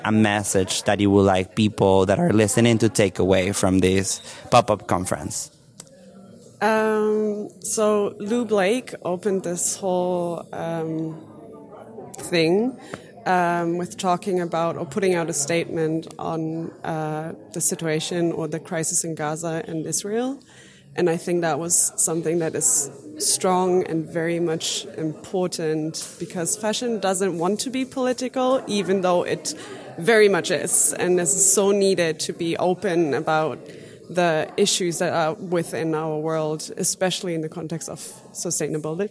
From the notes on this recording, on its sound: Live from 202030 Pop-up: Culture & Communication. At Kronprinzenpalais, guests joined us live in Berlin for the 202030 Pop-up: Culture & Communication. The stage program featured speakers leading from the sector of cultural sustainability, and included authors, activists, designers, community leaders, and public personas.